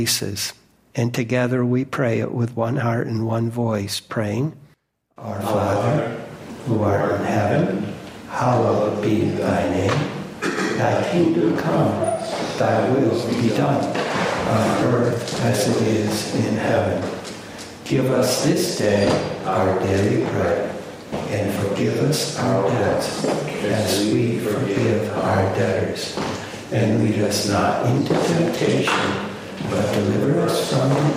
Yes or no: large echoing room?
yes